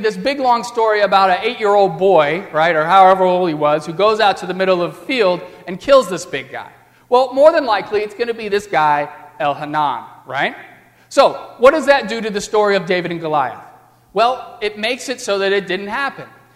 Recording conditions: large echoing room